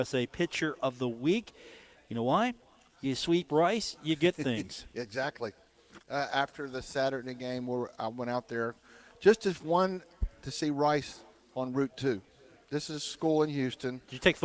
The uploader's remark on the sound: at the Union Pub and Grill